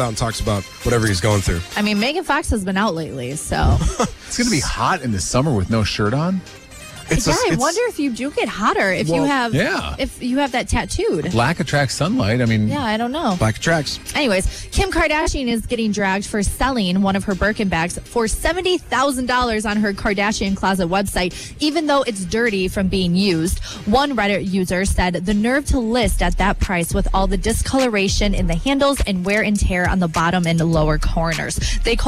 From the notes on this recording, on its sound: LIVE from Give Big Green Bay at JTV!